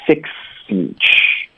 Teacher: Fix 跟 each 要连读